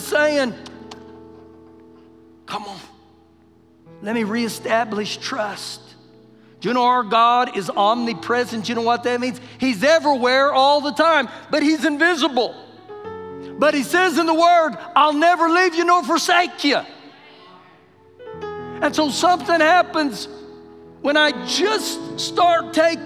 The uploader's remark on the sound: Recorded live during our Wednesday night service